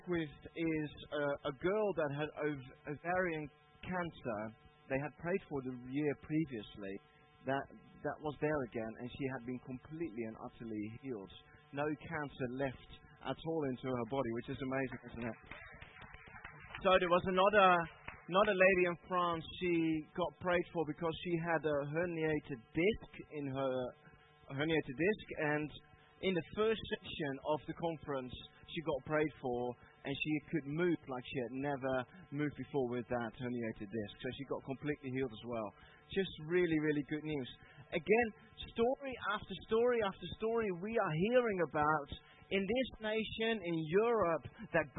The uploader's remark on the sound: Part of the Rising Tide conference at Emmanuel Church.